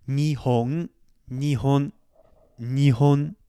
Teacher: It's going to be lower, high, low. So we have low, ni, ho is higher, n, that n sound is lower. We're going to drop the intonation a little bit. · Term: low, high, low